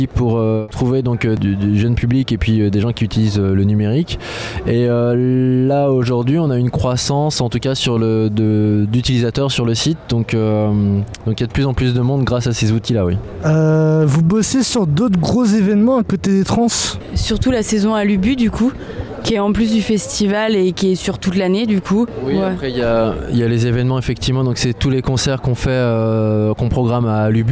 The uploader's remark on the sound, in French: Interview en direct des Transmusicales, au Liberté